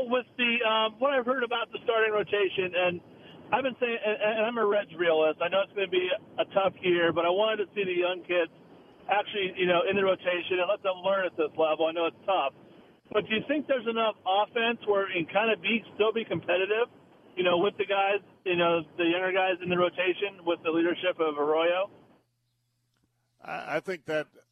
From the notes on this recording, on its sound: Live from Goodyear to take your calls on the Reds season.